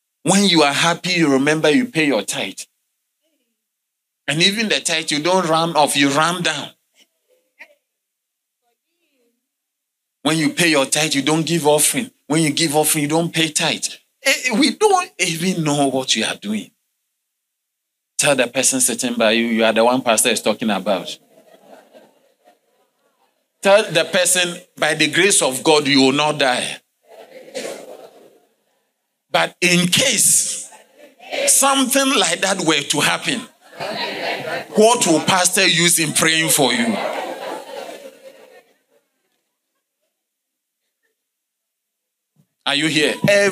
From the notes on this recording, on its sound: Sermon delivered on Sunday, May 21, 2023, at LCI Mega-Church in Cape Town, South Africa.